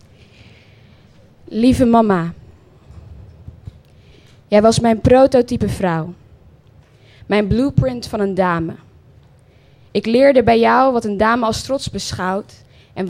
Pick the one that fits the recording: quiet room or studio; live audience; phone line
live audience